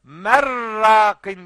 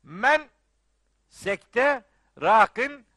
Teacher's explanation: Sakin nun ra harfine uğradığı zaman hükmü ra dediğimiz iş devreye girer ve o ra'nın şeddeli bir şekilde kalın okunması gerekir. · Shown in: first take · Merrakin diye ama öyle okunmuyor. · Term: idgam